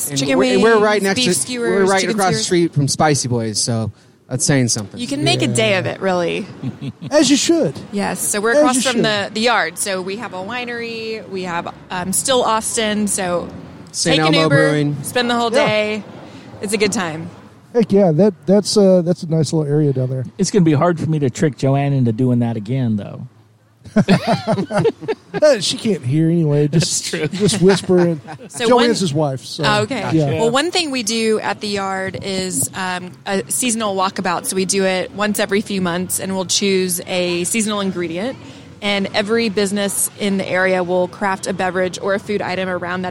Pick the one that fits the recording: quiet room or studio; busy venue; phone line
busy venue